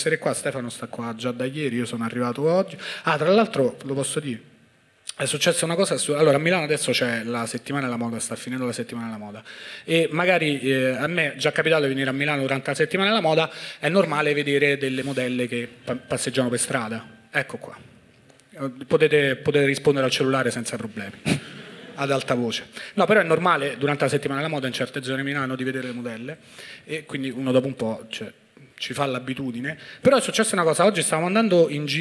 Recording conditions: busy venue